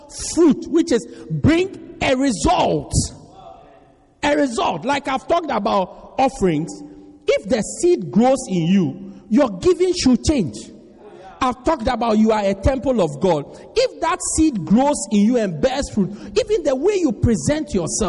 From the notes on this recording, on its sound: Preached At Strong Christian Church-Durban, South Africa.